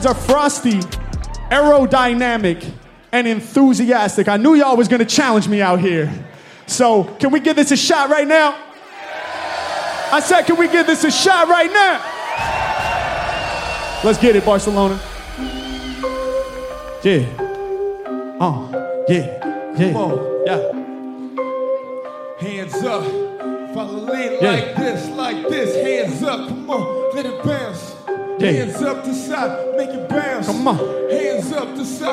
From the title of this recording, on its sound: Live In Toulouse & Barcelona